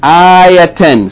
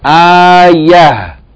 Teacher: If we stop on it, then we're going to pronounce it without elongation, without the sound of tanween, and without making the tarmabuta as a T · Shown in: second take · but rather than pronounce it as H, okay? · Term: stop or pause mode